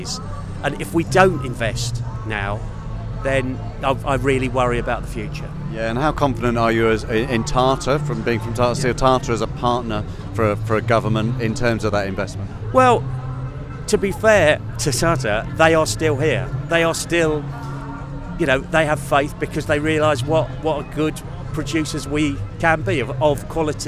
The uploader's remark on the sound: Live from the London march